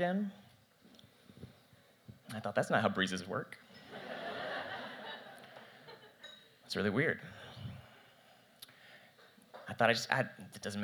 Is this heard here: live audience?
yes